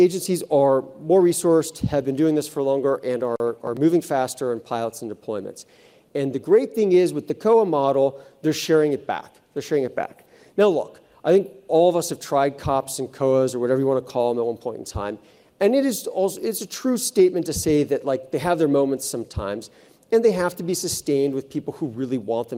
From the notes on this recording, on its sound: In the closing keynote from the Zero Trust Summit